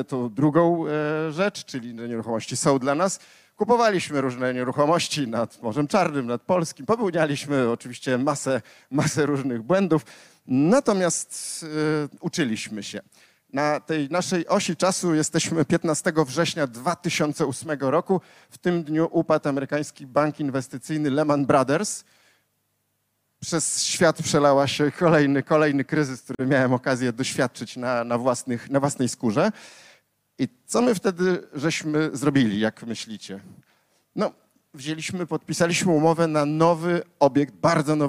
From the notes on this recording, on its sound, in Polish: Odcinek jest nagraniem wystąpienia z Weekendu Kapitalizmu - trzech dni celebracji wolności, niezależności i dobrego biznesu; prelekcji, debat i pokazów filmowych. Warszawskim Teatrze Palladium.